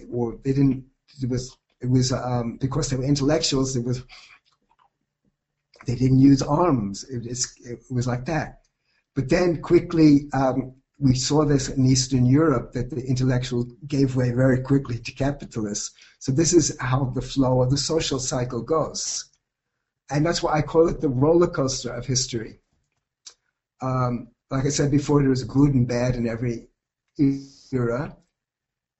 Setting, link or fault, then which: link, video call